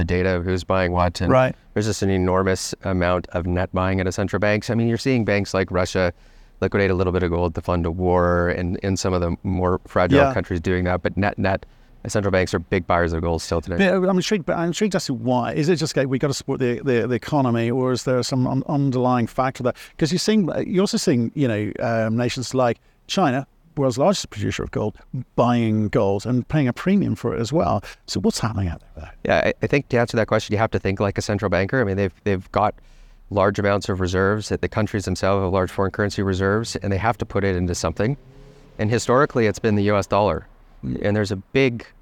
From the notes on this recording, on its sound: in an interview at the Denver Gold Forum conference